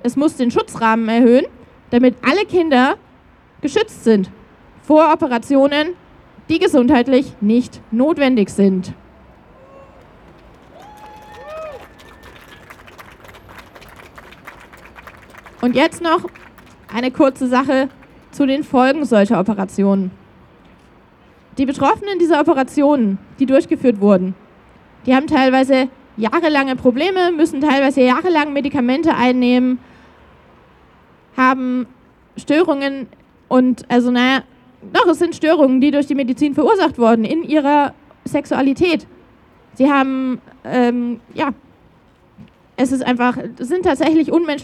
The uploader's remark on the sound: O-Ton Kundgebung für Schutz von Kindern und Jugendlichen mit Variationen der Geschlechtsmerkmale. In Wien.